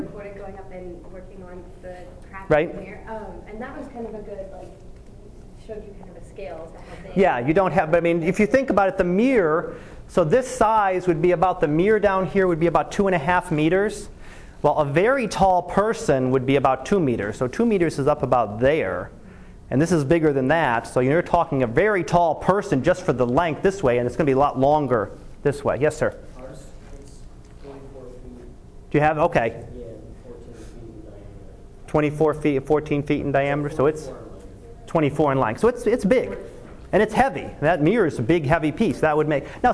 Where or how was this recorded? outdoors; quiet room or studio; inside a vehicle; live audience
live audience